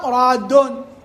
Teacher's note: إجا الإشكال، الألف ساكنة وأول الدالين إحنا سكننا بدينا، إحنا سكننا بدينا، فيلتقي عندنا ساكنان الألف والدال الأولى من المثلين · Term: التقى ساكنين